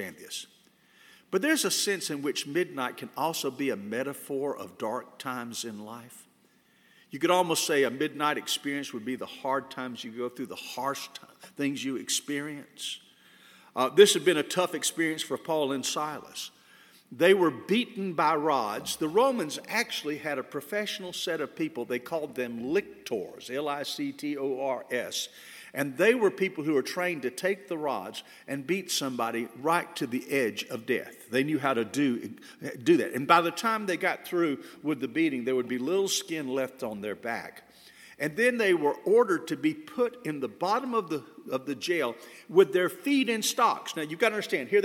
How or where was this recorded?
large echoing room